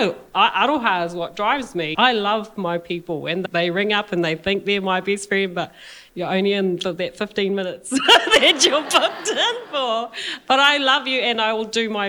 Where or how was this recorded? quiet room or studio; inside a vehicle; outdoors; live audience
live audience